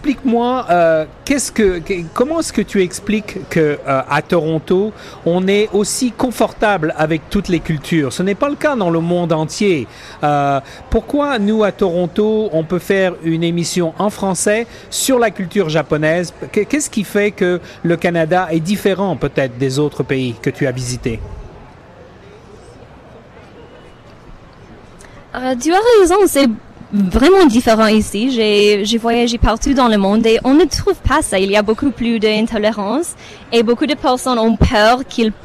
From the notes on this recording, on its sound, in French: En direct depuis le Japan Canadian Festival 2017